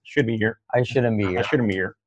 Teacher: Y luego be here, y también ahí solemos recomendar, una vez que se une todo, saltar la H